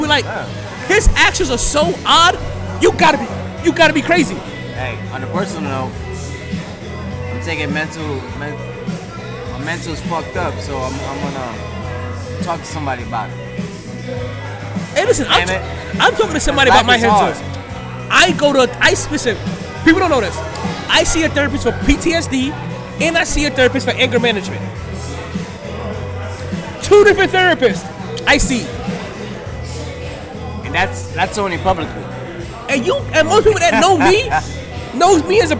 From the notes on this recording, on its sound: Live From The New & Improved Sharkeys